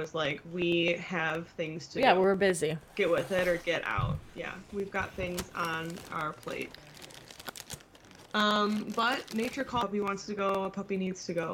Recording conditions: sounds in the background